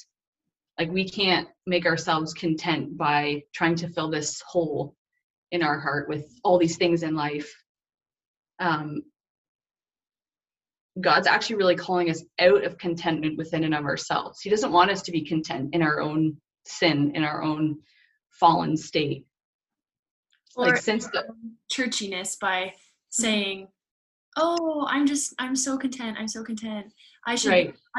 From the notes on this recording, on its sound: First Zoom interview was more than a success!